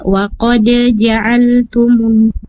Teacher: Terus yang kedua ada di waqad ja'altumullaha di waqad di huruf qalqalahnya, qalqalahnya dialirkan saja Ibu, jangan ditahan